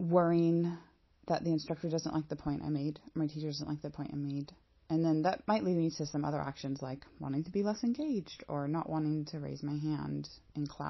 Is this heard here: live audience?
no